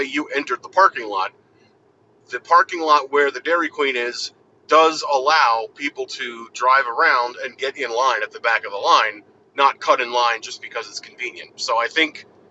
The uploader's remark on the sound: Recorded safely while driving.